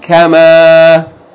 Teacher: Two syllables. The first syllable has a short vowel. The second syllable has a long vowel. · Term: Short vowel, long vowel